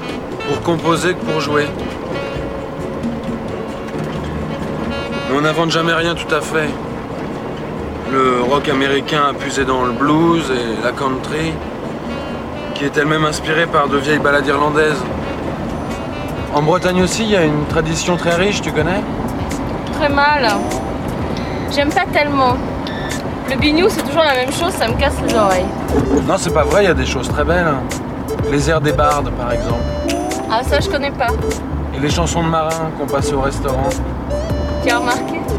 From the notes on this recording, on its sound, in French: Sieste à la gare. Un mix vinylo-numérique parsemé d'extraits de divers films voyageurs. Lors de l'inauguration de la nouvelle Gare de Rennes, sous la chaleur écrasante du 3 juillet 2019. Organisé par I'm from Rennes et Canal B.